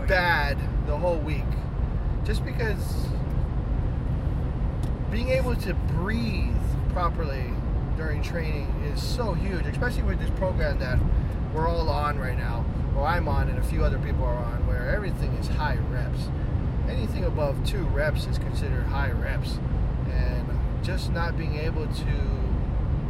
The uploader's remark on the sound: took a drive in the car so decided to record an episode